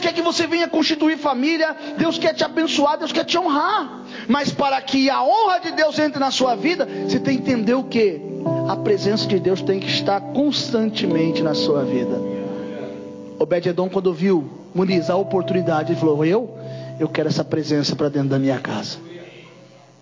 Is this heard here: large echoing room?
yes